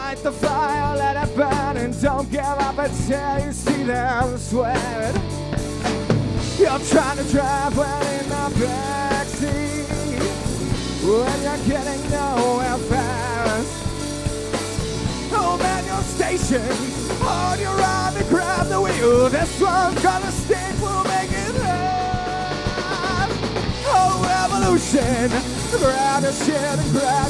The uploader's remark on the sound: thanks to the Parlour for hosting this recording at their fine space on North Main Street in Providence